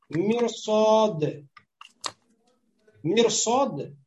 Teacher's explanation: Ро будет широкой. Хотя перед ро кясра, кясра. Мим. Мураккака, мураккака.